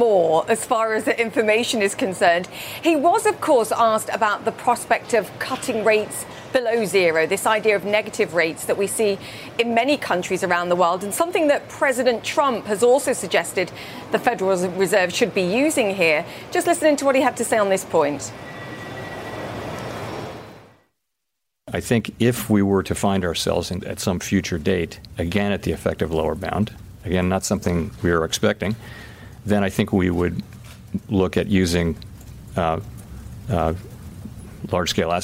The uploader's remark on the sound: live from the New York Stock Exchange